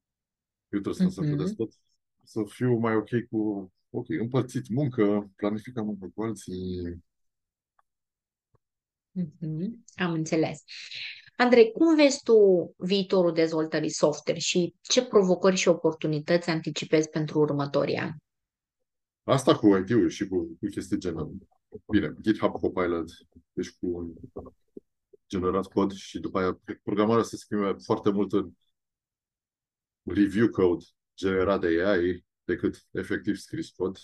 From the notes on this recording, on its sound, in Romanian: Ne-am auzit pe Zoom